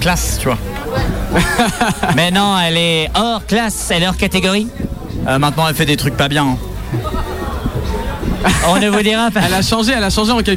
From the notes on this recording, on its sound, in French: En direct du café de la mairie pour la fête de la musique